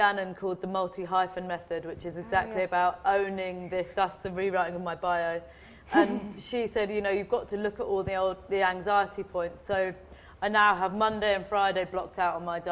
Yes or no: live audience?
yes